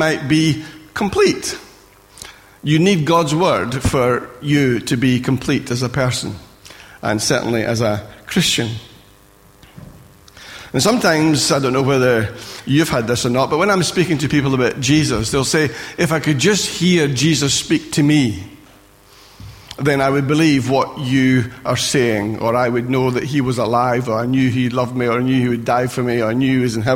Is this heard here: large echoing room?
yes